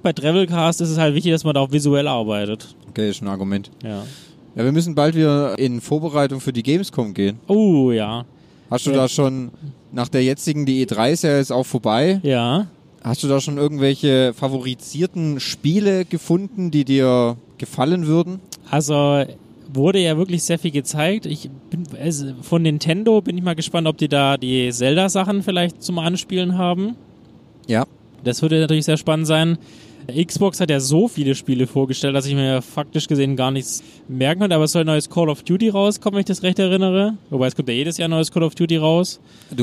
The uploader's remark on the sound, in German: Nebengeräusche on Tour - Die Roadtrip-Folge. Natürlich hat es uns auf der Fahrt schon in den Zungen gejuckt und wir haben spontan eine kleine Runde aufgenommen.